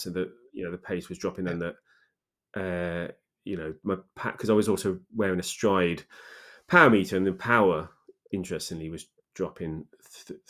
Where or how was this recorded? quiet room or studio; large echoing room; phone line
quiet room or studio